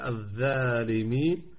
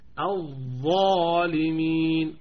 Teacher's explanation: الظاء زي حروف الاستعلاء، فالاستعلاء يرتفع وسط اللسان · Shown in: second take